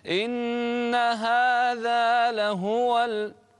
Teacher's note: إذا أردت أن تعلو بنبرة الصوت فلا تعلو في الذال في كلمة هذا، لأنها تصبح كأنها مثنى · Term: قفزة نغمية